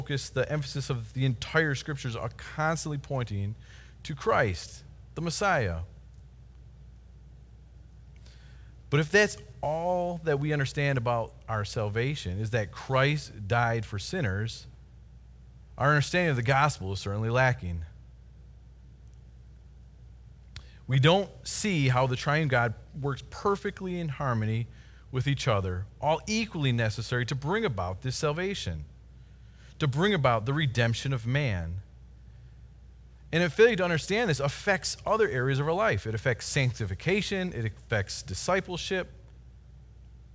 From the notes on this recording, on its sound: Delivered Sunday, April 26, 2020 at Woodridge Community Church (New Berlin, WI).